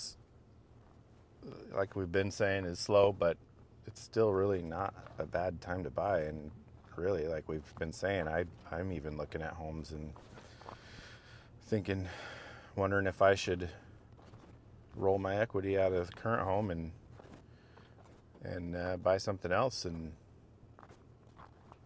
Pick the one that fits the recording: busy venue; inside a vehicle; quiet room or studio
inside a vehicle